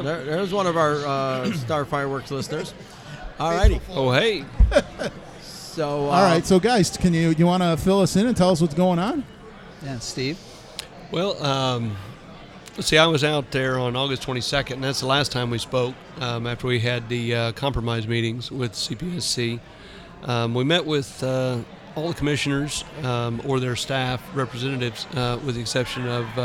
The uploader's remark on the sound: This episode of Fireworks Brigade was recorded around midnight during “Afterglow” on night 2 of the NFA’s Annual Expo in Branson, Missouri.